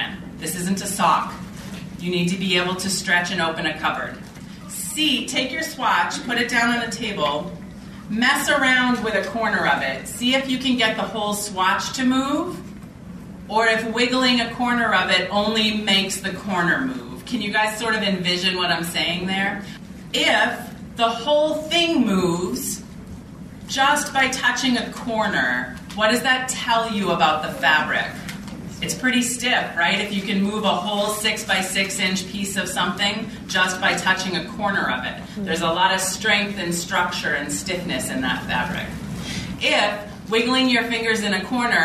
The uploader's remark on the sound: Takes you to the 2016 New York Vogue Knitting Live event.